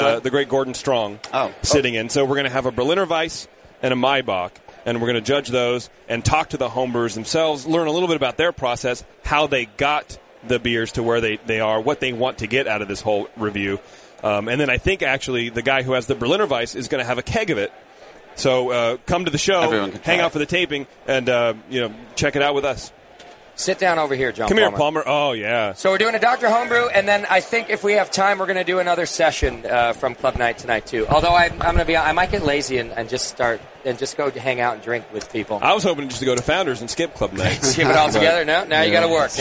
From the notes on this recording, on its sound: Live from NHC 2014.